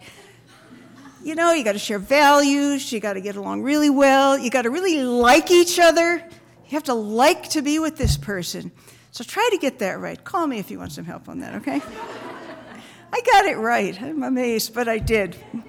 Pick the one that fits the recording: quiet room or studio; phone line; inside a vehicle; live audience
live audience